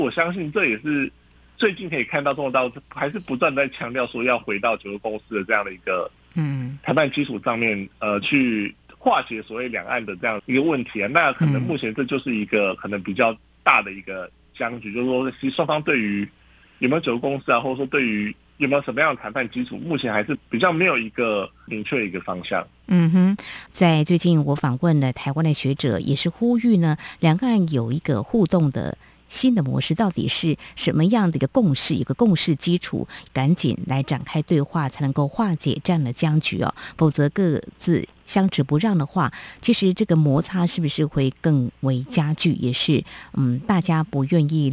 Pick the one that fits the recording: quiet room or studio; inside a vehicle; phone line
phone line